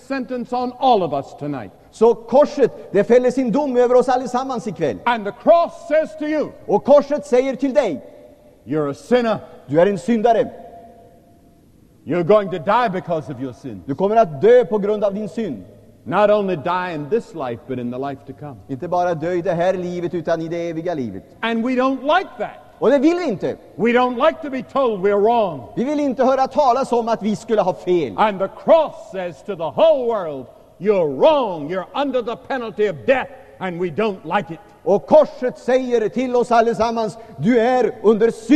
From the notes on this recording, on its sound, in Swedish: Inspelad i &#196;lvsj&#246;m&#228;ssan, Stockholm